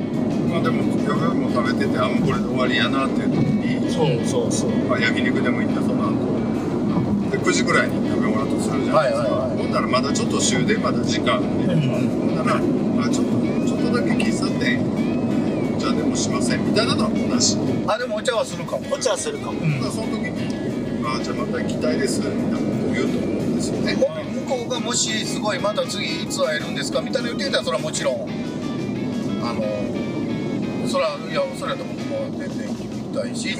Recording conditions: inside a vehicle